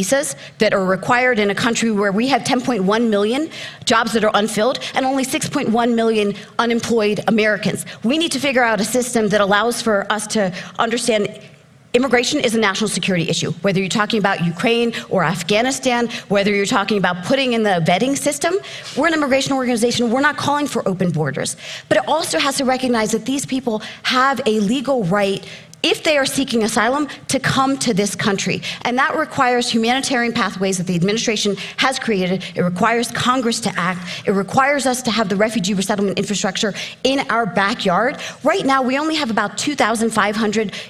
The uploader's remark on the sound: Moderates a panel of experts at the Aspen Ideas Festival.